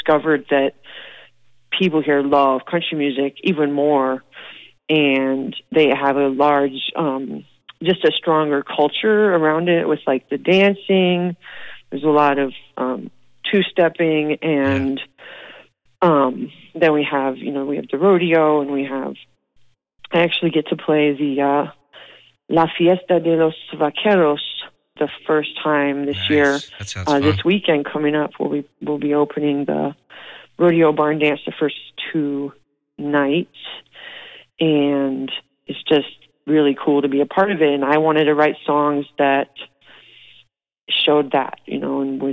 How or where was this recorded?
phone line